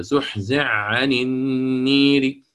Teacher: الأولى حرف الحاء مع حرف العين، الحاء تدغم في حرف العين · Term: الإدغام الكبير